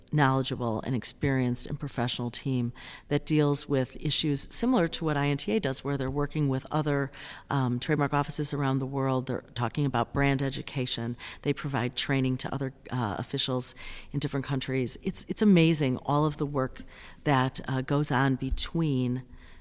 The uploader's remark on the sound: Recorded on the sidelines of INTA 2023 in Singapore.